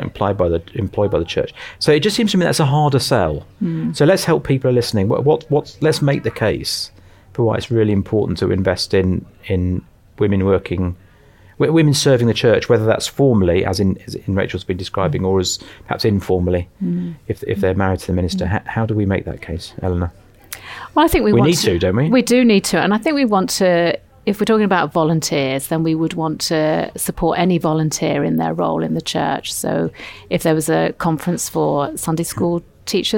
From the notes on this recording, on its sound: This episode was recorded on location at The Hub conference.